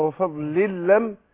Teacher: احنا قلنا وفضل لم، ده بغير غنة، ادغام نون تنوين في اللام بس بغير غنة